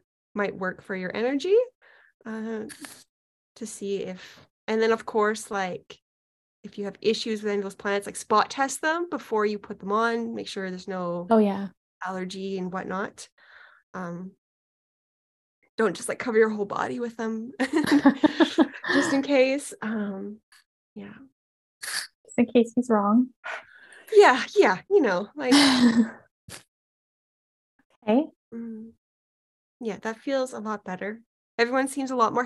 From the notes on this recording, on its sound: In this episode, I have the audio from a Soul Reading and Healing session I did. I have cut out some of the places where I was doing energetic healings and we did not talk. This session was a 45 min session over Zoom.